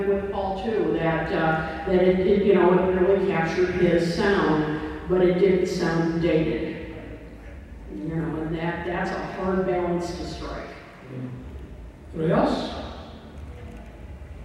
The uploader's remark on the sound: Recorded at the 2023 Chicago Fest. Apologies on the audio quality on this one.